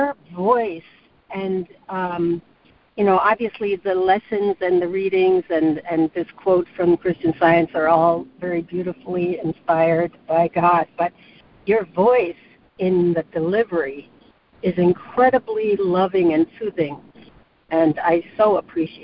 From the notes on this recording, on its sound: ACIM Daily Conference Call.